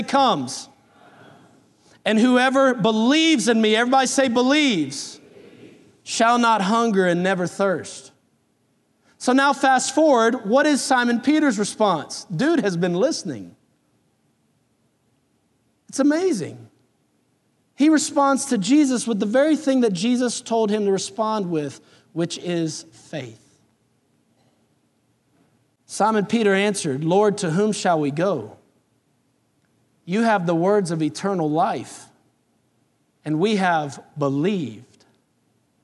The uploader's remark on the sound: Recorded on July 29, 2018 at Graceland Baptist Church in New Albany, Indiana.